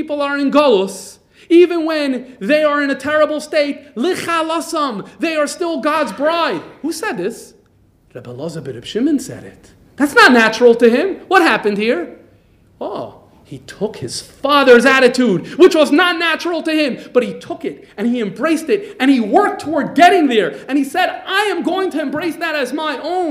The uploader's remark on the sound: This lecture was recorded live by Jewish Multimedia Library. JML, Melbourne Australia.